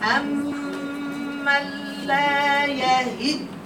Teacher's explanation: الدال المشددة عايزة قيمة تظهر. قيمة الدال المشددة، دال مشددة وشديدة